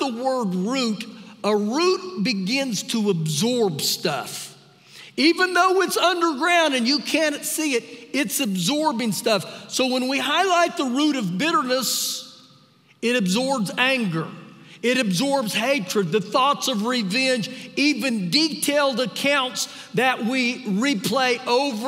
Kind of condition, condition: setting, live audience